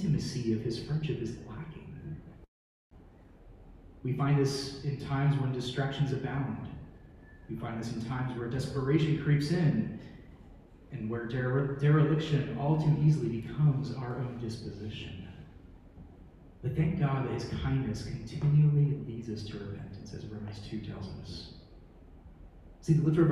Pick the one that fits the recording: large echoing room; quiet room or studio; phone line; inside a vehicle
large echoing room